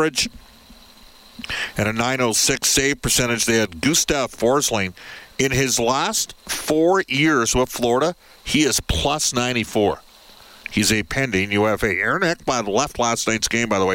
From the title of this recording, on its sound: opens the show from Rogers Place